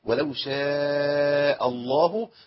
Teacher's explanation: خدوا بالكم، شاء الهمزه بتاعتها، اوعى تشيل الهمزه من شاء وتخليها في اسم الجلاله